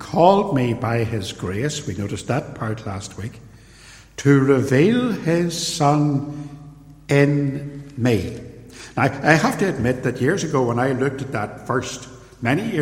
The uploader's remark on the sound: In this sermon, preached at Templepatrick Reformed Church in January 2020